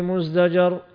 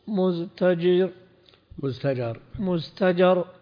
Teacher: فقلبت التاء دالا لأن التاء حرف مهموس والزاي حرف مجهور · Shown in: first take · فأبدل من التاء دالا توافقها في المخرج وتوافق الزاي في الجهر.